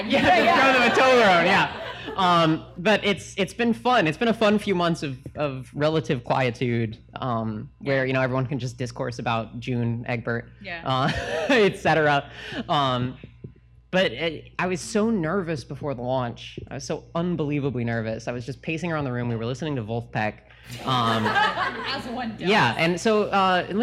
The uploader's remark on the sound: Live in Chapel Hill. In front of a great crowd at The Pit in Chapel Hill, North Carolina.